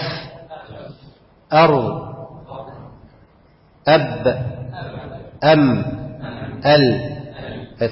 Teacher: خفة الحرف وسرعة النطق به لخروجه من ذلق اللسان طرف اللسان يعني او اي طرف يعني او من احدى الشفتين. · Term: الإذلاق